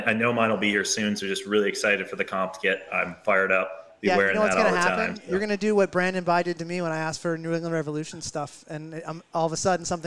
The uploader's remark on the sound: Live from Utepils